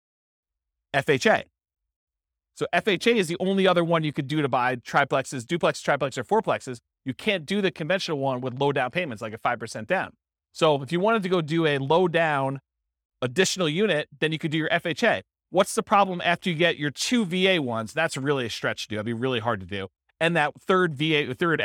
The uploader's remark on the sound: This was a live class recorded